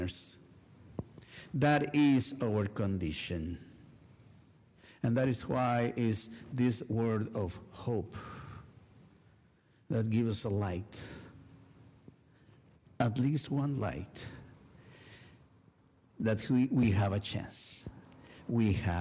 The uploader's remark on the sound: A special recorded live service on December 3, 2023. Join First United Methodist Church of Pacoima for a special recorded live service. We are located at 12550 Van Nuys Blvd.